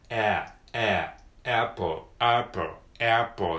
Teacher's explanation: エアの音ね、えの口の形をしながら、あを言うね · Term: A の中間音